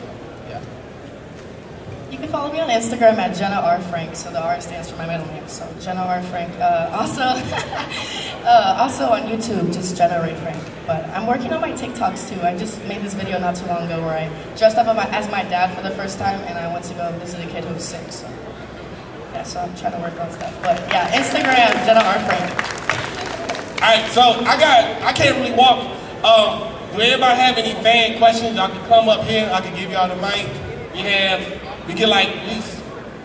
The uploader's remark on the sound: Power Rangers Panel at TCG Con 2024 in Houston Texas